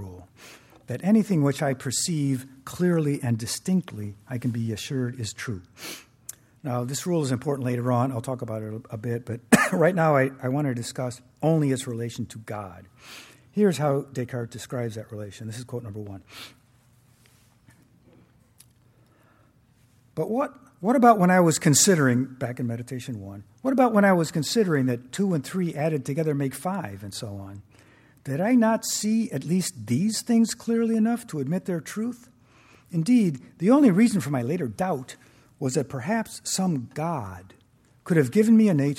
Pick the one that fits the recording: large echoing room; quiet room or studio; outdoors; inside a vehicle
large echoing room